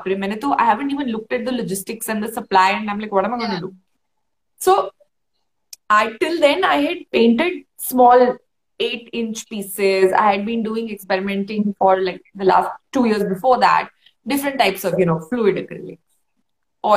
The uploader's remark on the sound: on Instagram Live